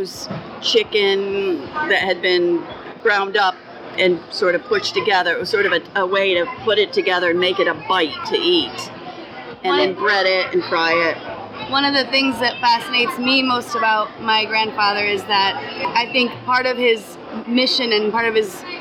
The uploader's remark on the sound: Recorded August 2018 at the New York State Fair